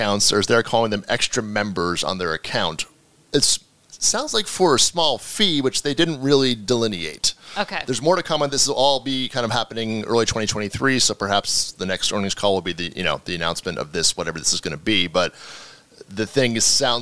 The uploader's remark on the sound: In a special episode recorded at Advertising Week in New York.